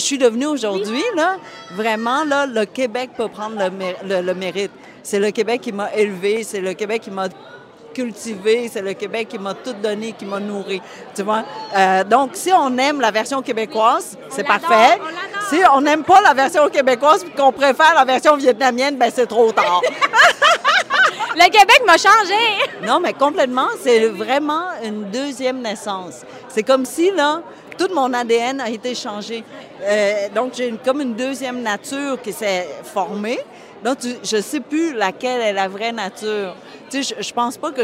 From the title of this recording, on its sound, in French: En direct du tapis rouge de la première du film Ru